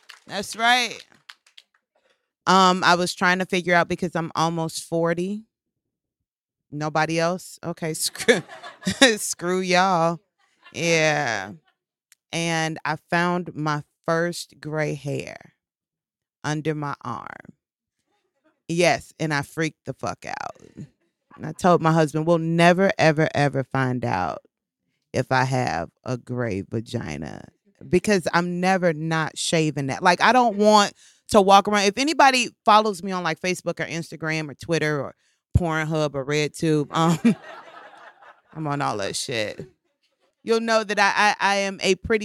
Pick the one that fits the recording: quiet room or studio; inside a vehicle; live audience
live audience